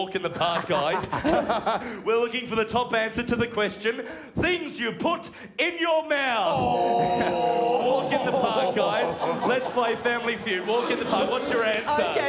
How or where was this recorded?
live audience